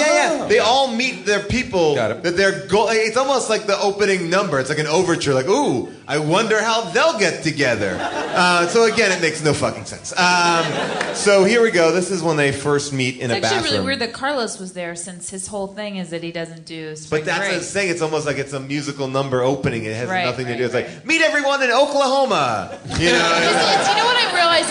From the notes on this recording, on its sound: Recorded live at Largo in Los Angeles.